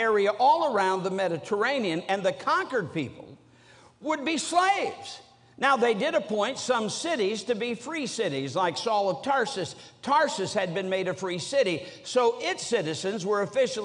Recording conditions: large echoing room